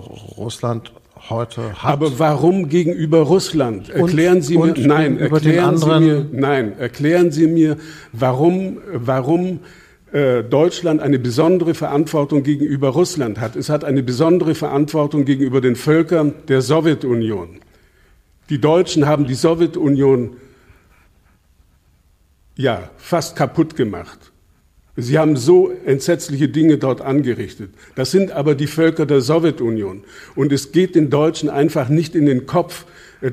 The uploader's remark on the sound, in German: Februar 2022 im Rahmen von „2 um 8 – der radioeins- und Freitag-Salon“ am Berliner Ensemble aufgezeichnet.